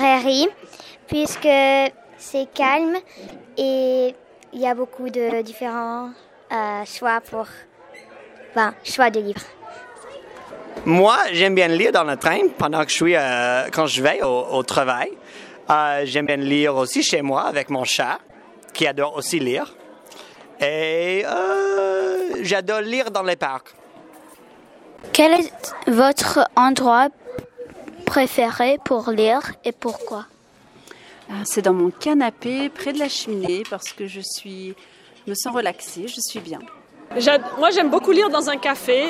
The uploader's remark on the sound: Interviews during the "Nuit de la Lecture" on January 24th, 2020 at the Lycée Francais de Chicago. Interviews during the "Nuit de la Lecture" on January 24th, 2020 at the Lycée Francais de Chicago.